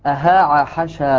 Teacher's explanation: العين من أهاع، والحاء من حشى، العين والحاء من وسط الحلق